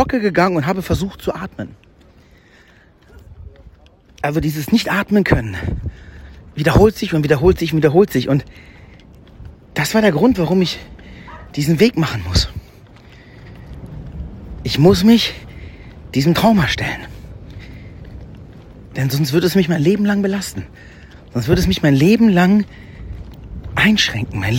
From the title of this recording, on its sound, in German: Live vom Jakobsweg